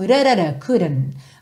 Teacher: E ele também é uma característica mais frequentemente encontrada nos britânicos do que nos americanos, tá bem? Nos americanos é mais comum a gente ver couldn't, ver esse D como rarara, couldn't. Mas no inglês britânico, muitas vezes a gente tem esse dn.